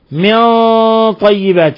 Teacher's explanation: الغنة مفخمة هي من أشد الغنات تفخيما لأن الطاء هو أقوى حرف